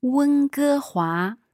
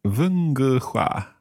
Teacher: the W sound becomes more like a V sound · Shown in: second take · Term: Northern Chinese accent